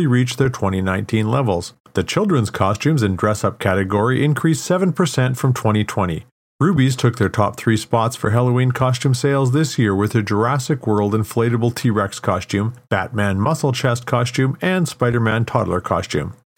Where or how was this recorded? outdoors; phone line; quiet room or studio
quiet room or studio